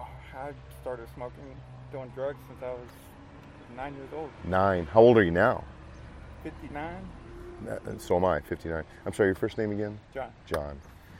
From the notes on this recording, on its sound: Was setting up for an afternoon of crosswalking on the corner of Pine and 53rd in Davenport.